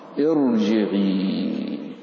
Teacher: فالكسرة العارضة لا تؤثر في ترقيق الراء، بل ستبقى الراء مفخمة